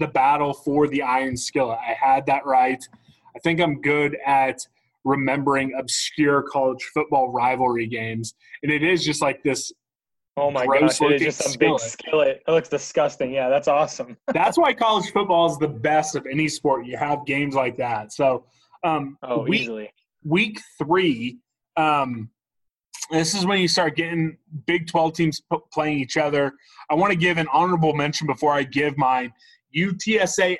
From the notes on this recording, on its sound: zoom together